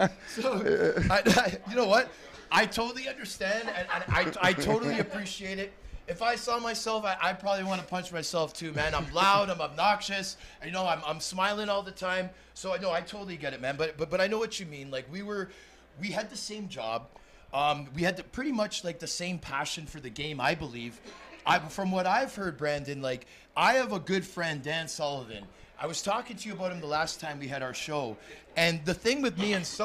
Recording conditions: busy venue